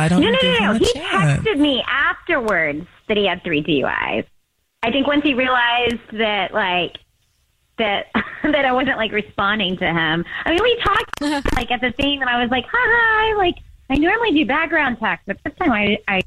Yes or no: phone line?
yes